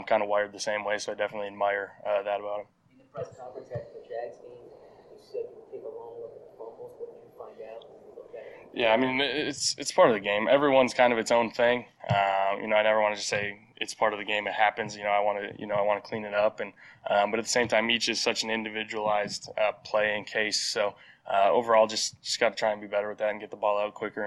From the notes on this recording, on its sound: Double decker press conferences!